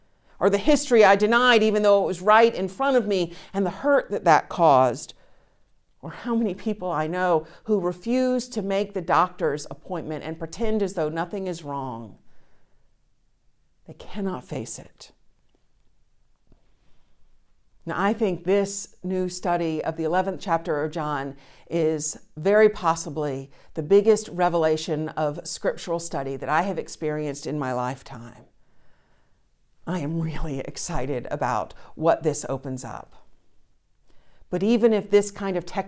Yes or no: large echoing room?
yes